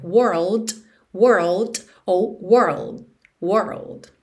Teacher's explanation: esse D é uma consoante oclusiva que pode aparecer mais, menos ou nada